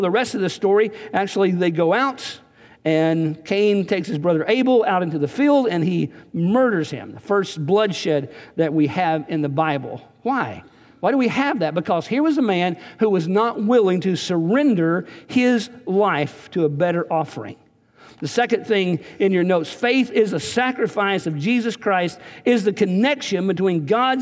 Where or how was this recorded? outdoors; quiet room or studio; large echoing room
large echoing room